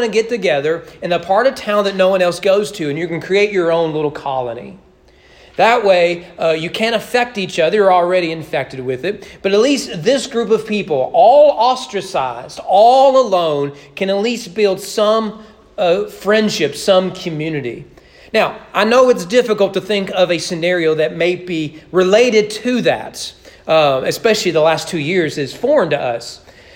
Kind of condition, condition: setting, large echoing room